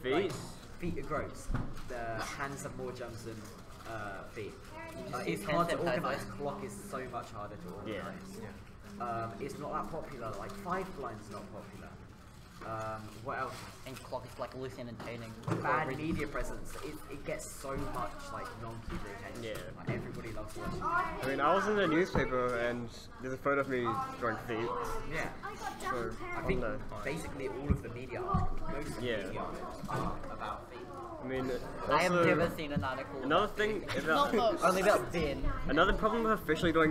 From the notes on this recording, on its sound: we recorded the scene at New Zealand Nationals 2019